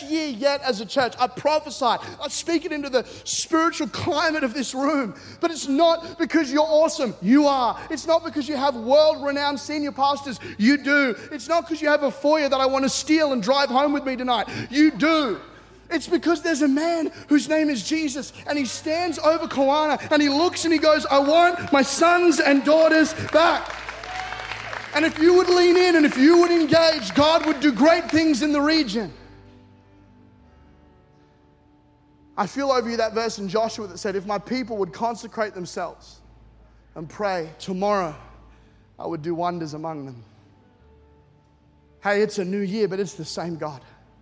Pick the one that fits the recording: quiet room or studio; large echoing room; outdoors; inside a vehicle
large echoing room